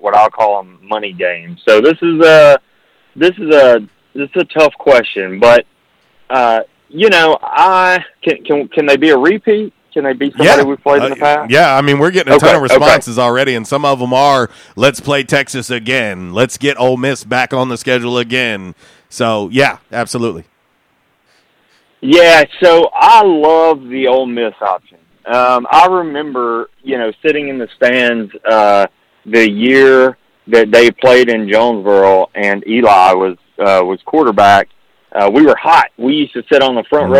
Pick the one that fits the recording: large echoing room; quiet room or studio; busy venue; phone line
phone line